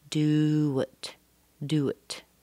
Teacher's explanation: we have a little W sound between the do and the it.